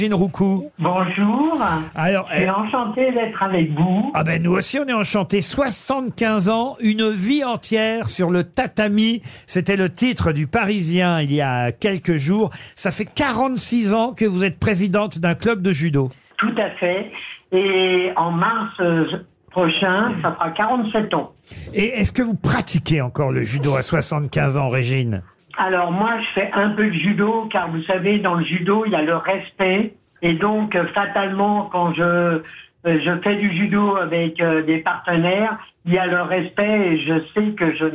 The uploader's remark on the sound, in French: était au téléphone des Grosses Têtes